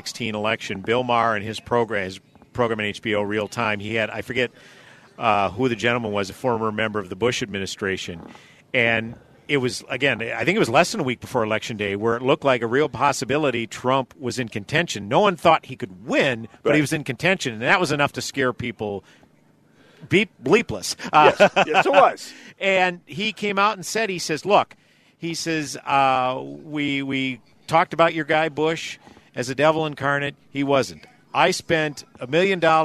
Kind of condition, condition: setting, busy venue